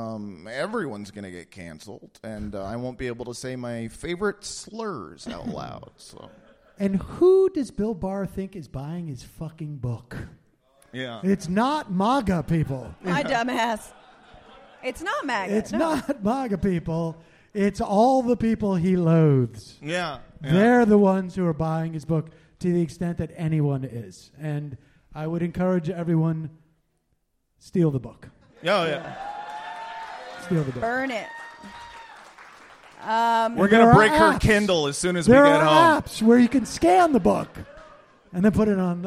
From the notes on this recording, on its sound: LIVE From Brooklyn. A special LIVE episode from the Bell House. We get into it all in front of a tremendously warm Brooklyn audience.